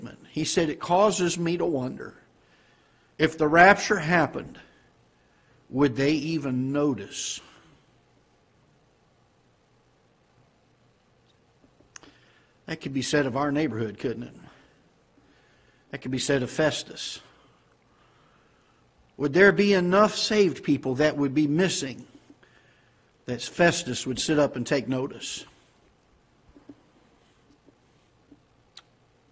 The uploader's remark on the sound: Ketha Heights Baptist Church ~ Live Broadcast